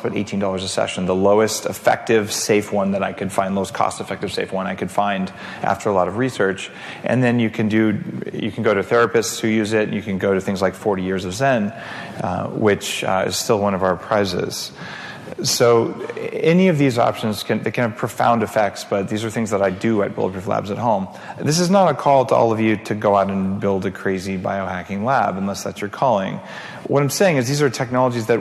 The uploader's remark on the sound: Sleep, Sex & Tech at the Bulletproof Conference. We take a look at a couple of conversations that took place during last year's Bulletproof Conference.